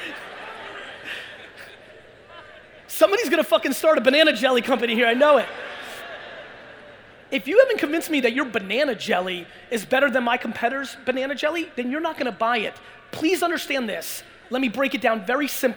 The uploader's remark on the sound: A Keynote: The National Achievers Congress Ft. Lauderdale 2018